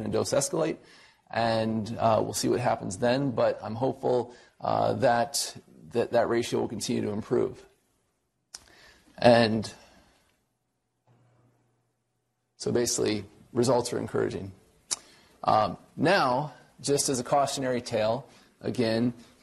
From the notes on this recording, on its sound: Norris Cotton Cancer Center Grand Rounds